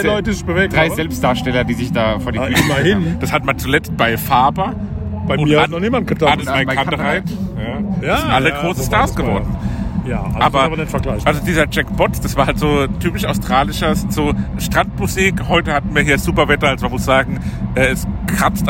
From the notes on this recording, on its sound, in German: Maifeld Derby 2023. Wir nehmen euch mit aufs Festivalgelände.